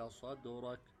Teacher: الدال ما بش إدغام. صدرك قلقلة، حروف الدال قلقلة صغرى